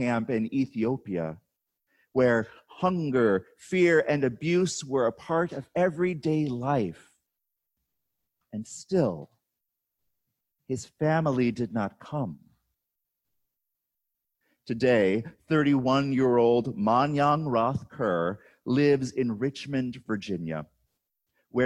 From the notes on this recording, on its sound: On August 16, 2020, at Hector Presbyterian Church.